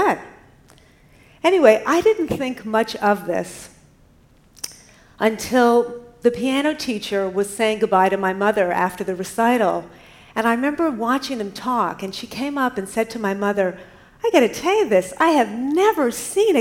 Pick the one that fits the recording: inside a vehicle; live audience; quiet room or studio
live audience